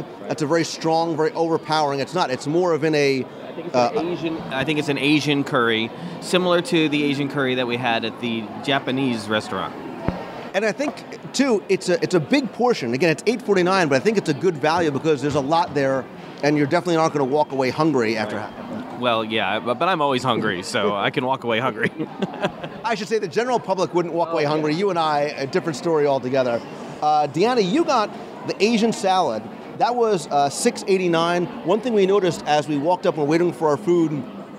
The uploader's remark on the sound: Live Restaurant Review of the ABC Commissary. This week we experience our first live review at a counter-service restaurant in the parks. Stroll down Commissary Lane at Disney's Hollywood Studios, for our live lunch review of the ABC Commissary.